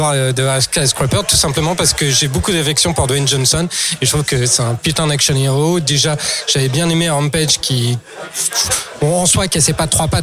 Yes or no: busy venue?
yes